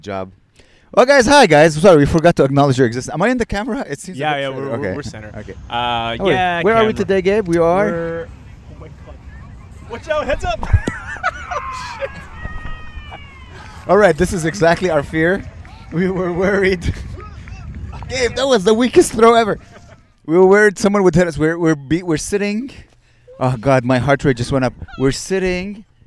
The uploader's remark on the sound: We record right by a baseball field it's rly a nice sight. We almost get hit in the head by a soft ball.